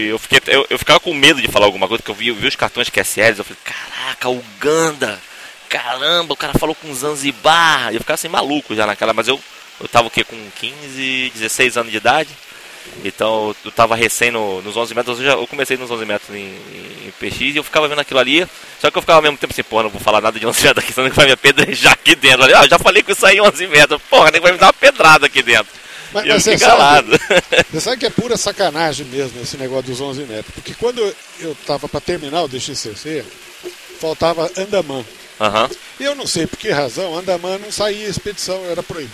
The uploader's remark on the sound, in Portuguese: ao vivo da Ham Radio